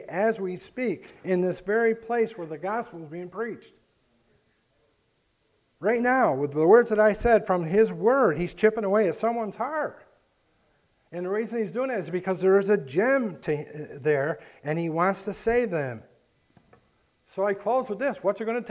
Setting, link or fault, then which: setting, large echoing room